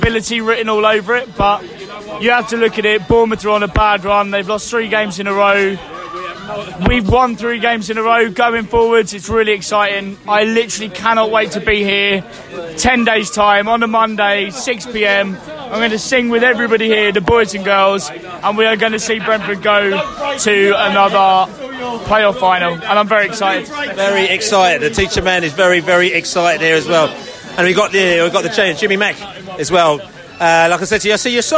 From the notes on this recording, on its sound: Post-match podcast from the pub.